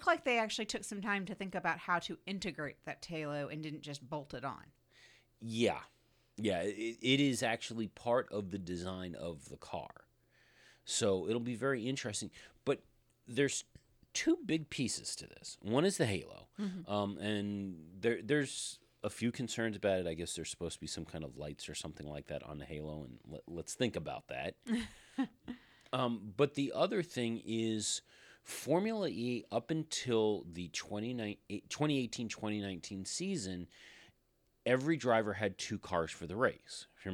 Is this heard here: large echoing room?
no